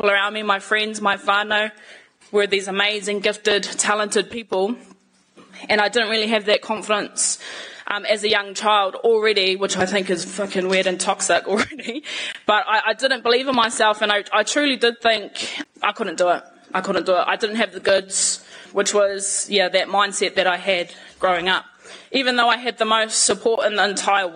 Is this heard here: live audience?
yes